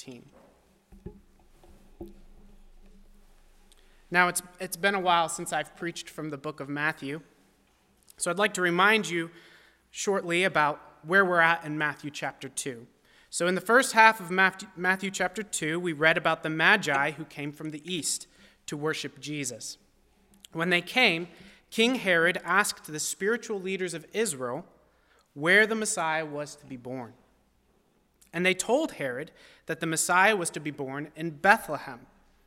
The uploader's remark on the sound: At First Baptist Church in Delphi, Indiana.